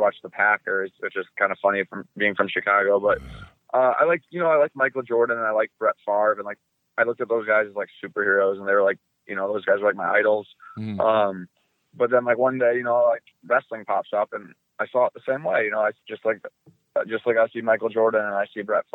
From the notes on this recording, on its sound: via phone